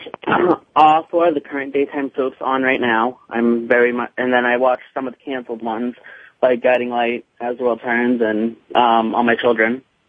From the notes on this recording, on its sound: An hour of fan calls. Now, it’s time to open the phone lines to hear what fans have to say.